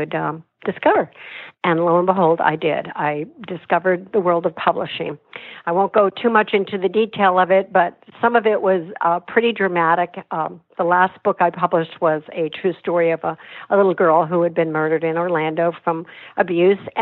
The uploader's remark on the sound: via internet phone